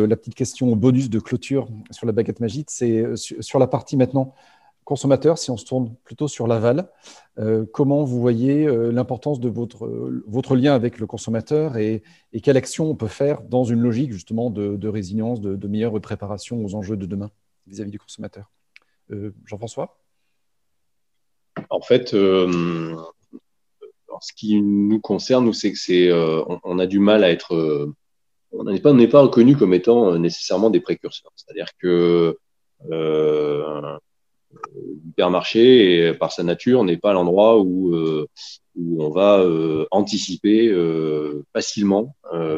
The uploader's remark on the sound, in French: 6 novembre 2020 en visio